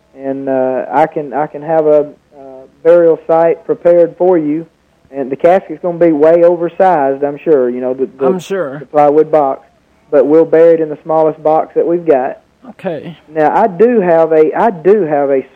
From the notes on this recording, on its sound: Prank Phone Calls